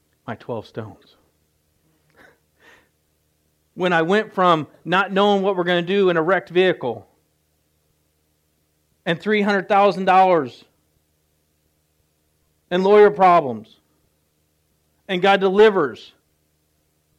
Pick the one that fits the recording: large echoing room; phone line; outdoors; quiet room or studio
large echoing room